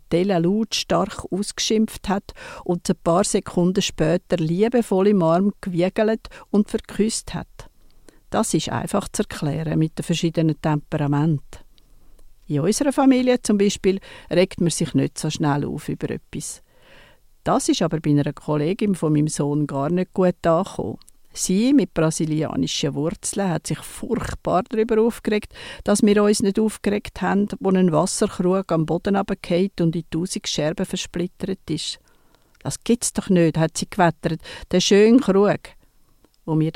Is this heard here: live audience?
no